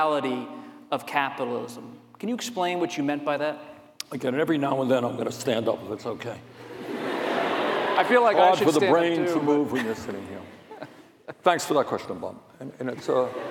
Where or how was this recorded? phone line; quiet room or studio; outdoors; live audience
live audience